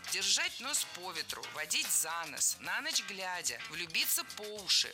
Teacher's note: Во всех этих выражениях ударение ставим на предлог. · Term: перенос ударения на предлог